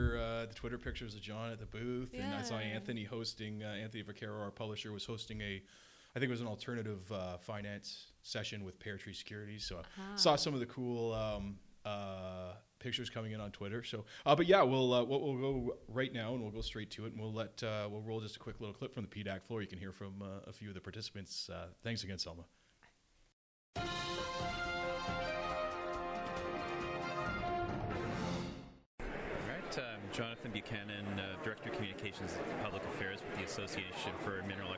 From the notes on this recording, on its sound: post-PDAC coverage with on-the-floor audio